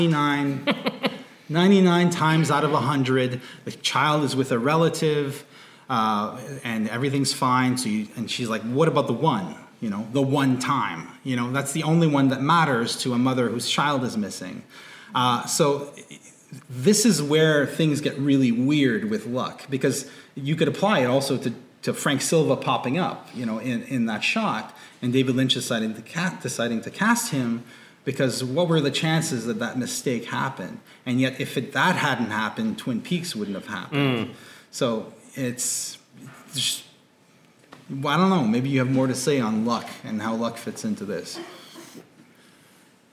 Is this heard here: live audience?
yes